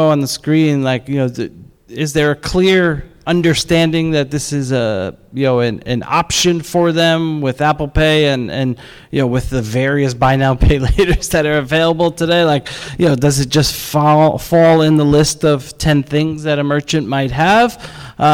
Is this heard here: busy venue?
yes